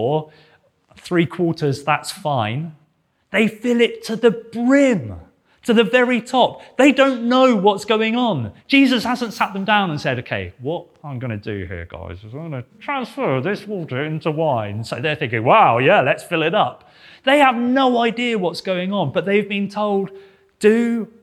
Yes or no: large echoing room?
yes